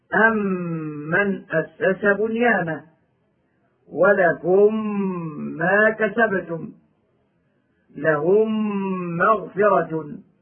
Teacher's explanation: إذا وقع بعد الميم الساكنة ميم أخرى أدغمت الميم الساكنة بالميم الأخرى المتحركة وصارت ميما واحدة مجددة. · Term: إدغاما صغيرا